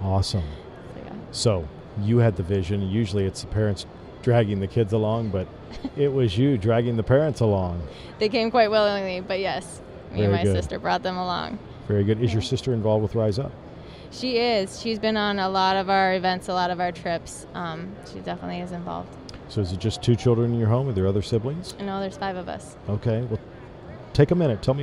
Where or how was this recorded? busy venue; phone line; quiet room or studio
busy venue